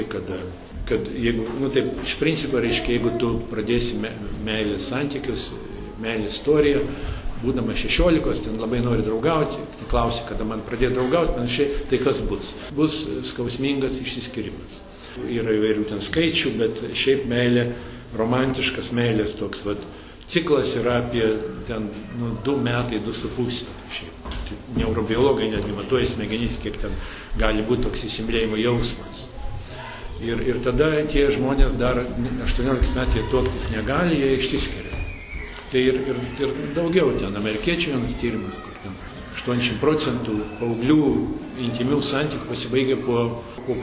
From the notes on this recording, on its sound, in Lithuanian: Įrašas iš šeimų festivalio.